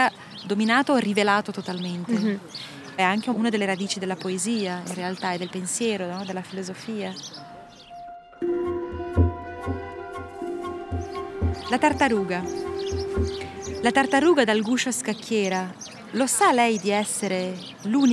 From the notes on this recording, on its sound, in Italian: Sulle rive del lago Ceresio. La incontro qui, in un parco che lungo la nostra chiacchierata si popolerà di voci, rumori, onde.